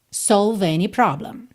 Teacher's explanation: solve, você para no V, já vai direto para o N